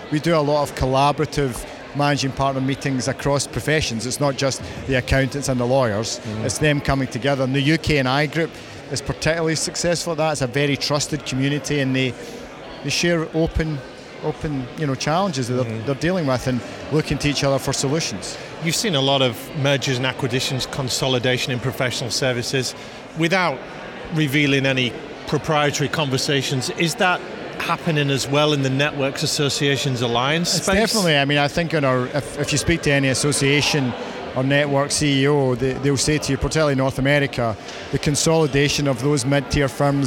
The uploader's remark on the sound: We hear more live interviews from the recent International Accounting Forum and Awards 2022 which took place in London recently. AIBN were the official knowledge and broadcast partners of the event. Enjoy the live buzz of the event!